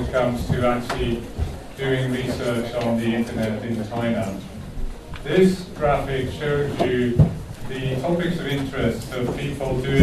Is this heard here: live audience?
yes